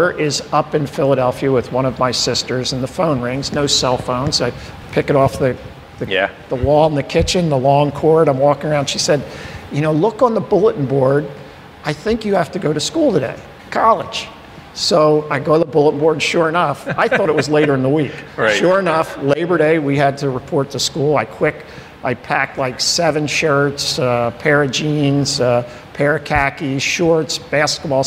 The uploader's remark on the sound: We had the pleasure of hosting an intimate conversation. In front of a live studio audience at their state-of-the-art customer experience center, Independence LIVE.